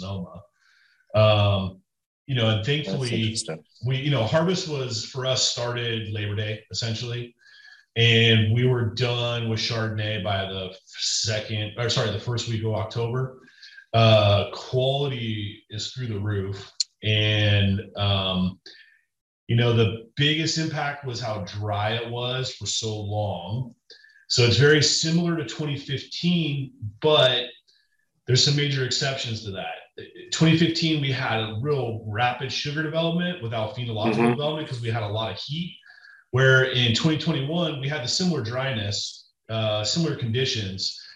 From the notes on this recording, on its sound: Listen in on their entire Zoom chat.